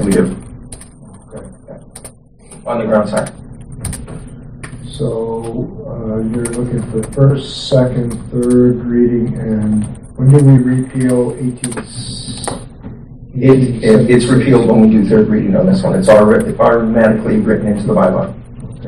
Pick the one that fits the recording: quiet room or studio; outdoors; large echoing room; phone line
large echoing room